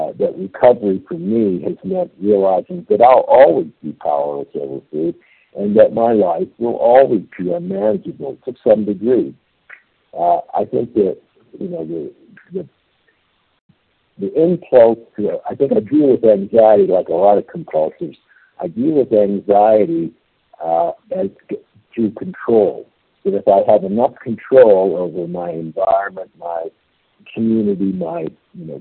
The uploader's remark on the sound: 100 Pounders Phone Meeting